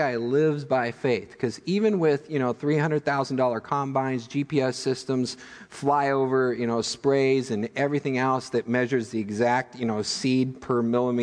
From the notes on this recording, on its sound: Midland Evangelical Free Church Sermon Audio